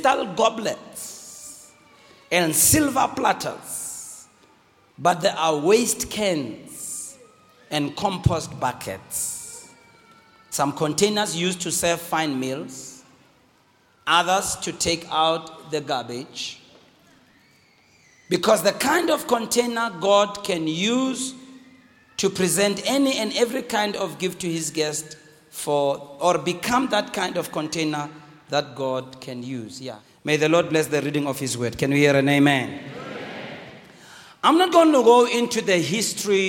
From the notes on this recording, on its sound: Preached on the 7th of February 2016 at GBC Pimville